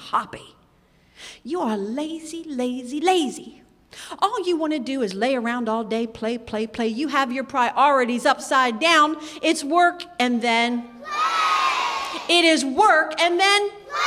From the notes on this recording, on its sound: in a live recording before an enthusiastic group of youngsters